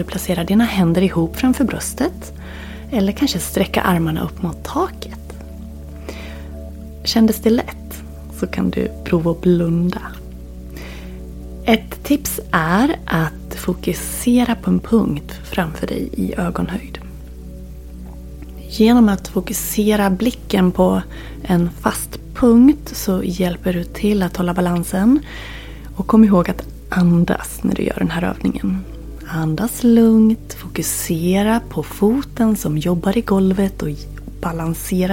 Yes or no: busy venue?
no